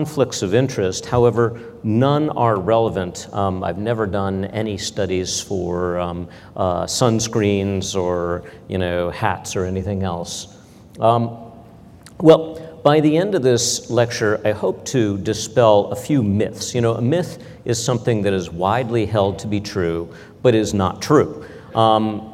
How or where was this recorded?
large echoing room